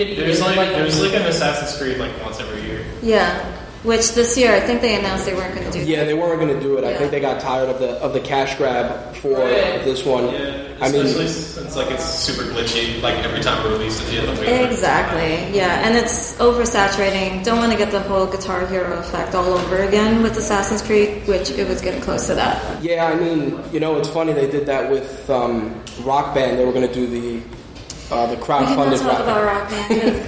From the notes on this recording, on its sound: My Take Radio was live from Qirin Con 2016. It also had a live audience comprised of students and staff from Pace university as well.